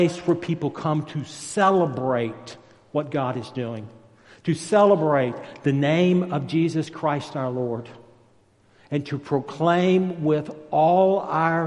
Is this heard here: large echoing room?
yes